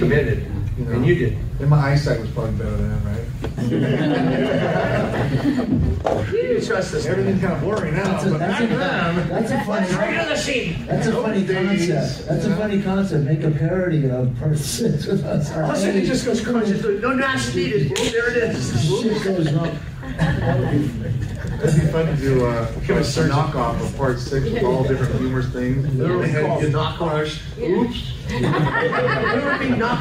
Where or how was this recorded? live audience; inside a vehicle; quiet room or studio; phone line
live audience